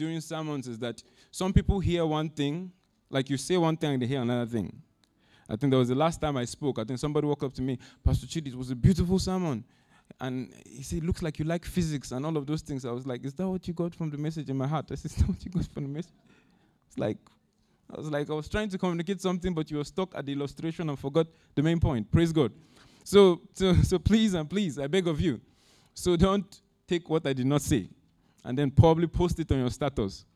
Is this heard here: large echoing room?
yes